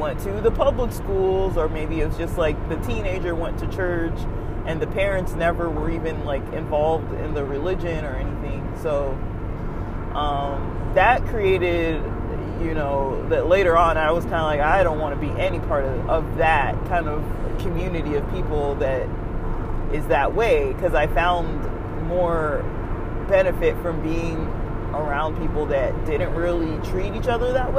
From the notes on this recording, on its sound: As I’m driving out from checking out of the hotel near Mountain High Resort, I start to record briefly. The sound quality is rough with a lot of feedback from the sound of the car on the road. I enjoy recording on the road. I hope it’s not too much of a pain to hear the road in the background.